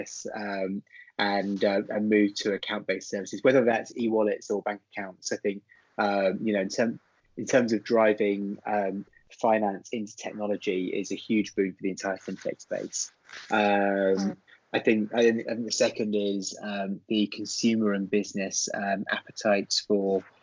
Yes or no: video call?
yes